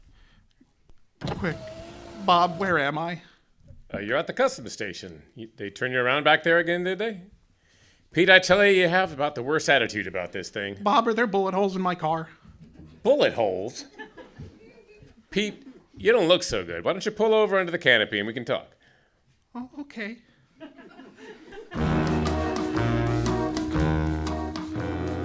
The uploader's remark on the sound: recorded before a live audience at The Salty Jester